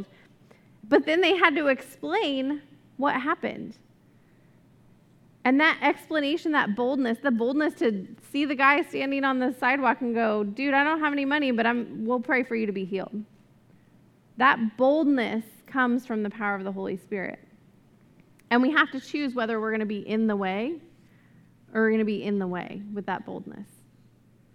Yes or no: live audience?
yes